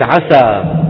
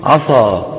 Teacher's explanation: كلمة عسى، إذا فخمنا السين شو بتصير؟ عصى · Shown in: second take